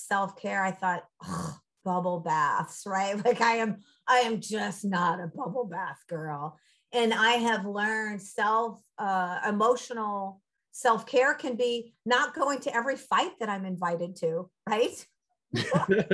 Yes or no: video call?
yes